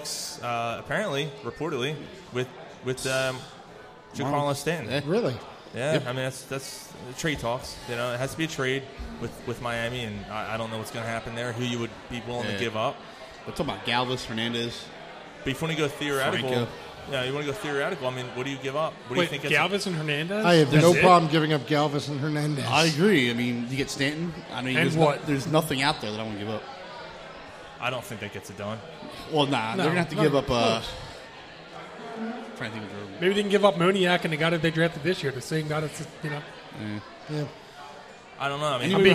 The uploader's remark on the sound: Broadcast live from The Greene Turtle in North Wales, PA.